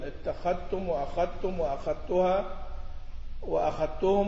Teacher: واختص روح بإدغام الذال في التاء من اتخذتم وأخذتم وبابه